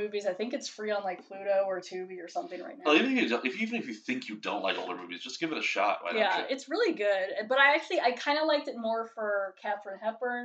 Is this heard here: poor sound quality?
yes